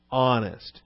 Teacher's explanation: You don't say honest or honest or anything. You say honest, and you have a closed throat to start that word.